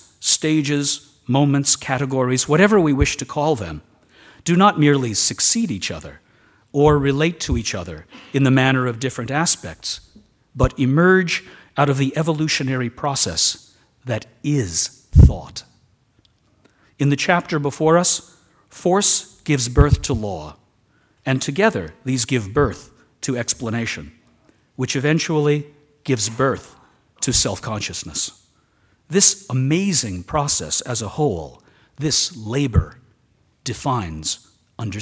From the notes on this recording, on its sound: Recording of a lecture delivered on October 15, 2010. As part of the Formal Lecture Series.